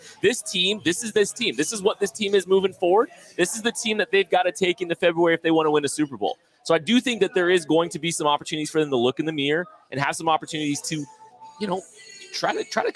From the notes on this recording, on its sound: KCSN Live Postgame Show. Live from The Bullpen Bar and Grill on 135th.